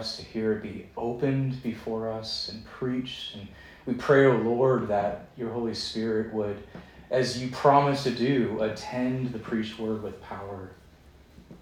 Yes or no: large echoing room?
yes